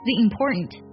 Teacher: the 呢它的元音要变成一的音，然后并且呢和 important 有连读